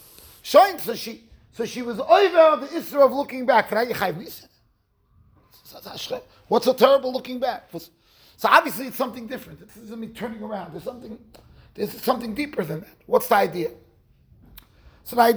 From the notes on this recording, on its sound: Shiur recorded in Yeshivas Ohr Reuven, Monsey NY.